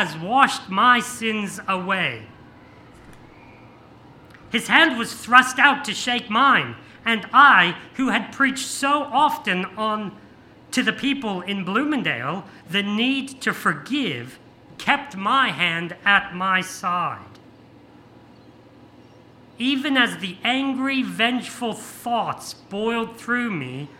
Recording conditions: live audience